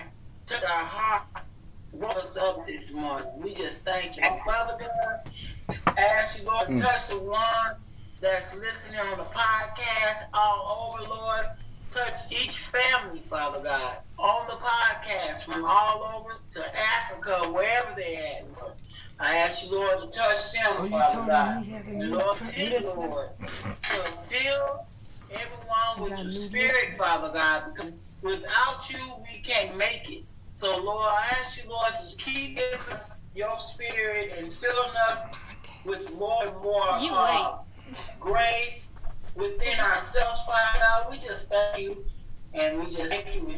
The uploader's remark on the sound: Please forgive the background noise. There was a family emergency phone call taking place.